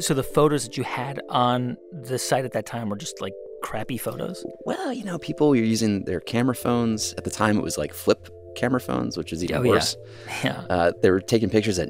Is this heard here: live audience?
no